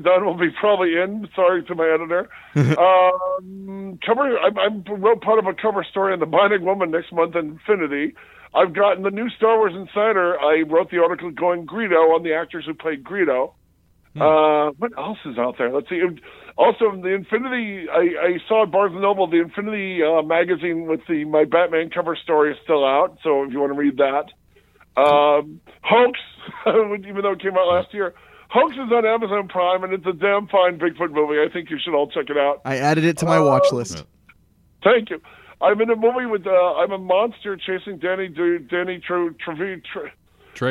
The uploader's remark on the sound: We take a fun phone call from podcaster, actor, writer, etc